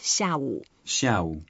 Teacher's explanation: So down the noon, it's afternoon. And the 下, the word which means down, the tone is going down as well